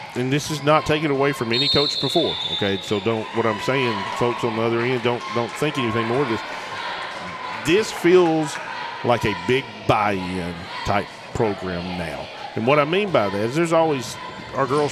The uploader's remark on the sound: Recorded 2-2-2024 at MAIS Class 3A-District 1 Semi Finals